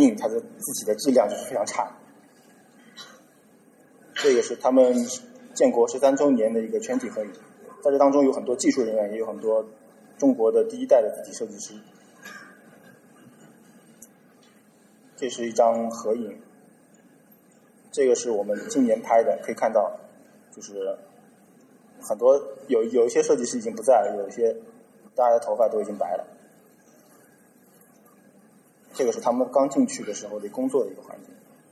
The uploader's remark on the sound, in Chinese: TypePro 2016: Shanghai 于 9 月 3 日在同济大学举办。现场录音。TypePro 2016 由 Monotype 主办。